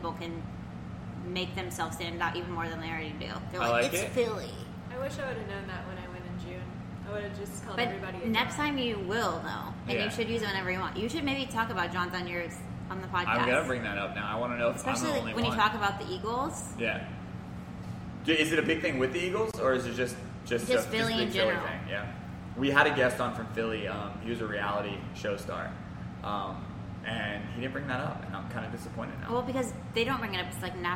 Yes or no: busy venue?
yes